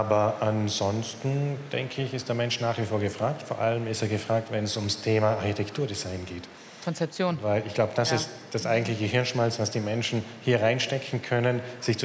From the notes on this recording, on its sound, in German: live auf der Deep Dive Stage der K5 Konferenz 2023